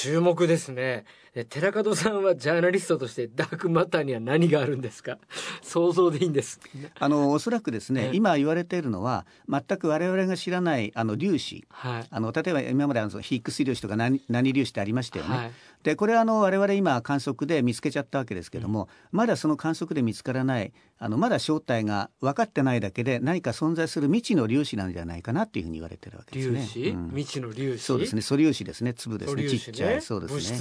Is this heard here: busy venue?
no